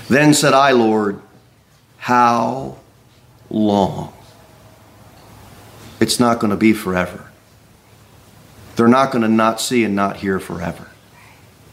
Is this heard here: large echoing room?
yes